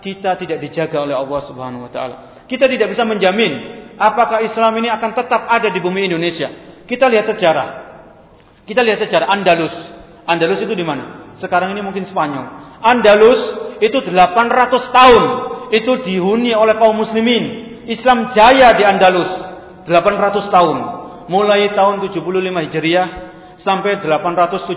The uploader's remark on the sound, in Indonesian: Direkam pada: Senin, 31 Desember 2018 Masjid Ahmad Yani Surabaya